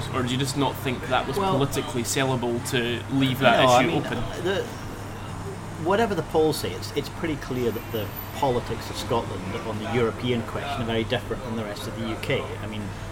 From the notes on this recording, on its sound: Recorded in Asti cafe in Edinburgh City Centre 21 July 2014.